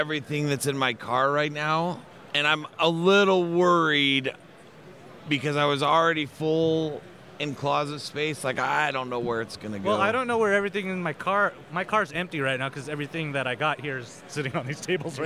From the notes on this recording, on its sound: SaltCON 2019 Special. We recorded live from the convention!